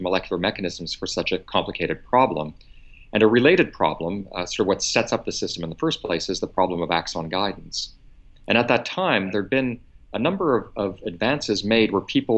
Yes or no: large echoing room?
no